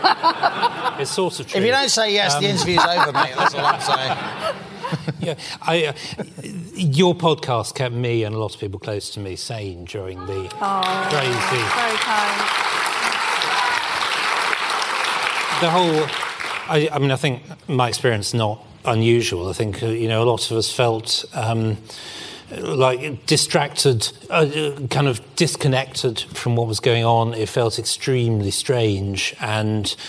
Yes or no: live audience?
yes